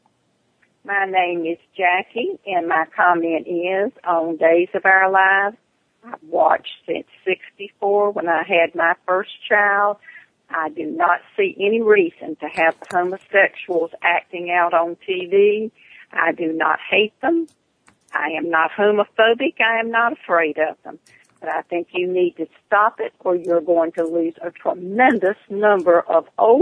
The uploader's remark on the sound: This week, we’re taking your calls live for the entire hour. We’ll also be sharing some of the calls we’ve received on our new 24/7 caller feedback line.